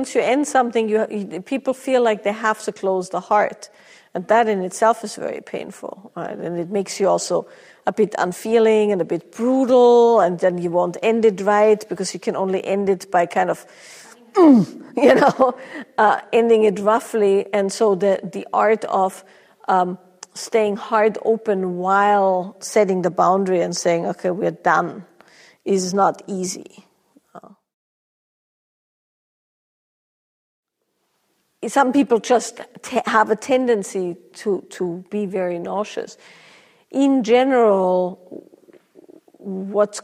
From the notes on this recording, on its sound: Q&A from a recent live event